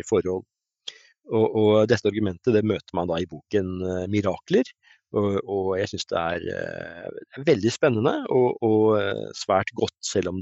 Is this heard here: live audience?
no